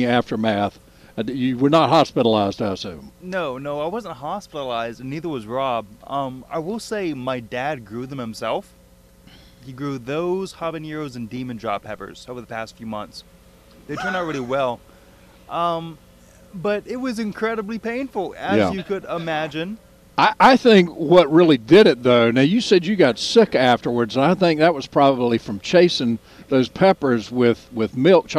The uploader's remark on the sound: broadcasting live from the NC Wine Festival.